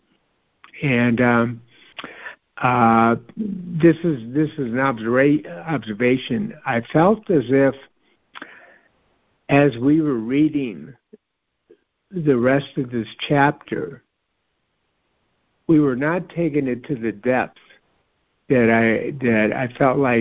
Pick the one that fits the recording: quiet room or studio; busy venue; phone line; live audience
phone line